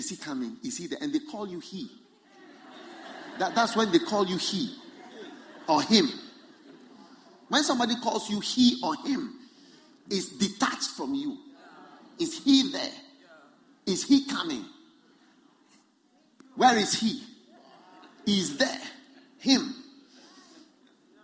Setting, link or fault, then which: setting, live audience